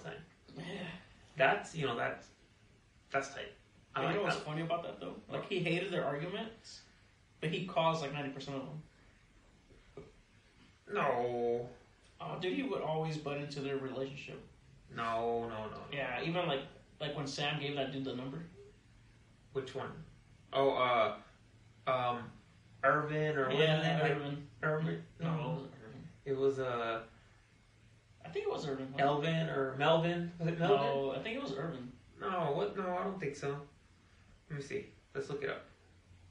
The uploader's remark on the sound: Sorry for the shitty audio the mixer wasn’t on LOL. Yeah the audio sucks sorry.